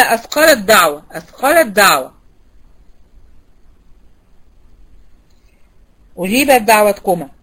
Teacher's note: التاء ساكنة والدال متحركة بيضغموا ببعض. أول حاجة المتفق على إضغامها إضغام كامل.